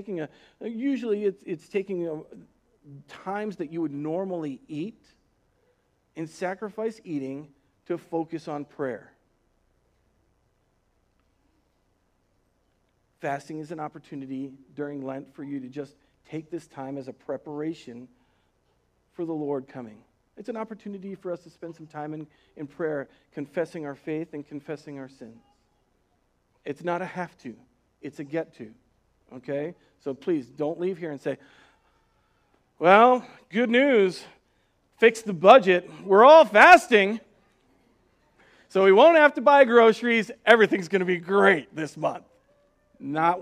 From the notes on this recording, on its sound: Recorded on March 1st, 2020 at Word of Life Church in Le Sueur, MN.